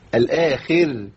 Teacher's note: الخاء ضعيفه لانها مكسوره، والراء مرققه لانها ساكنه بعد كسر، ساكنه سكون عارض بعد كسر.